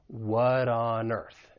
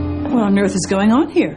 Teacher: I am going to pronounce it as a flap T. It's going to sound like a soft D. And this is because it comes between two vowel sounds.